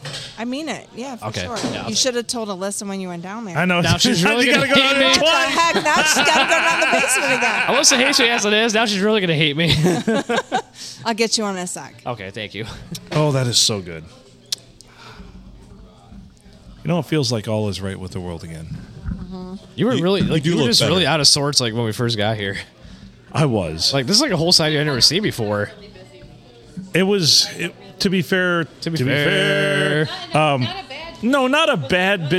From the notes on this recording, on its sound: Recorded at the Blue Water Sports Bar and Grill in lovely Port Sanilac.